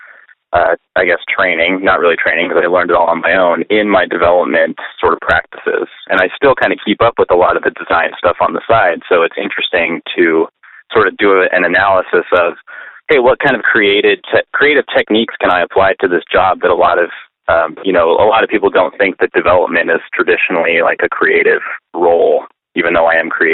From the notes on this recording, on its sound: we had end-to-end phone calls this episode